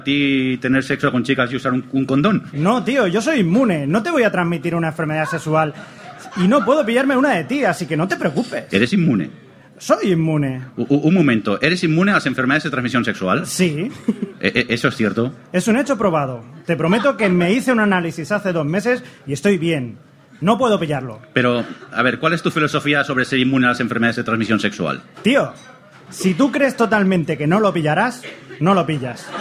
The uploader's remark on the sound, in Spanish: tuvimos la oportunidad de hacer en directo con público, nuestro Tercer Especial Telebasura desde las Decimas Jornadas de Podcasting , que se celebraron en Zaragoza